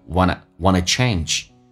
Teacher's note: Want to 在口语化当中可以说成 wannawanna，而且用降调读 wannachange